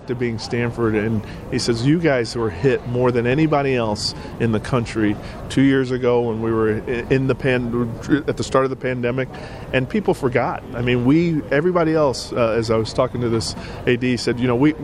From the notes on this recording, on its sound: Media Day Live From LA. Live from 2022 Pac-12 Football Media Day.